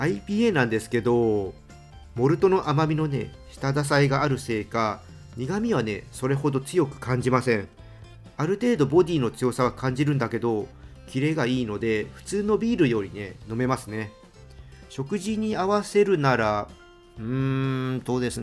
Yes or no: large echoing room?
no